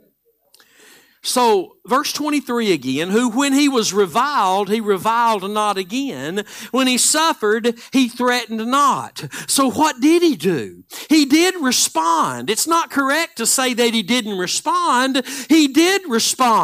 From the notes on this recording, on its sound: Live Sunday Morning Service